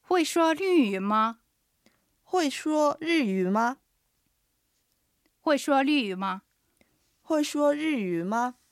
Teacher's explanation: アクセントはホイが下がる4声、说は平板の1声、日は下がる4声、语は3声です。